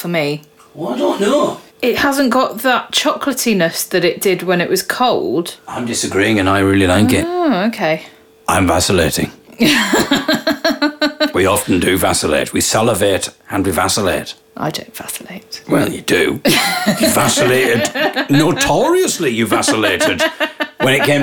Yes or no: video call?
no